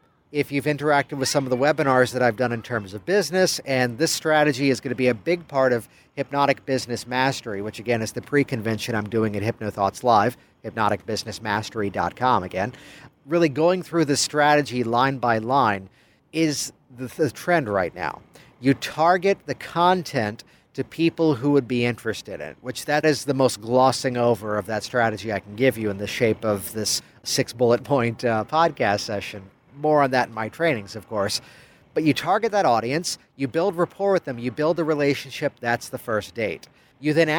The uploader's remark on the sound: Recorded by the pool of the Hyatt Hotel in San Diego, California. Digital Marketer Traffic & Conversion Summit 2016 Event in San Diego, California.